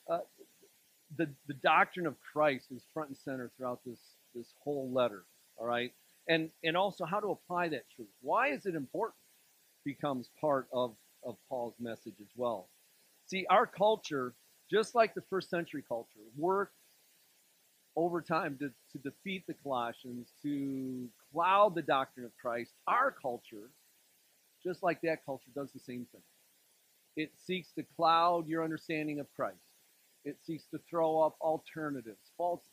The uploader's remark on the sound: This sermon was delivered on February 11th, 2024 at Grace Church in Granger, Indiana.